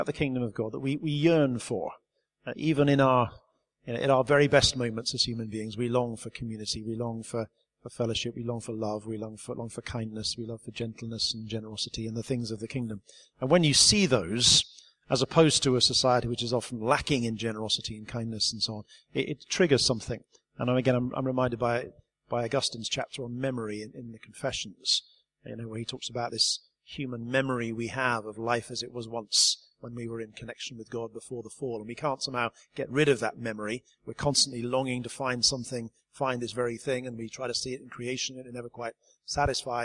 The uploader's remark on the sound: This Godpod was recorded at a Conference we held in 2013 called the Holy Spirit in the World Today. It is a panel discussion.